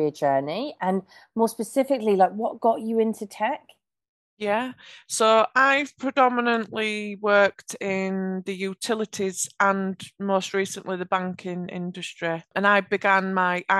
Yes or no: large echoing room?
no